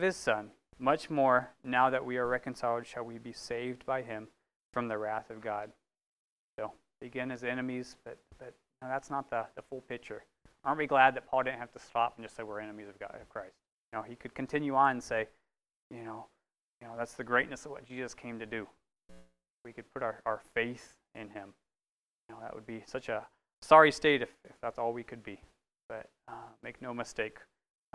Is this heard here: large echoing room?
yes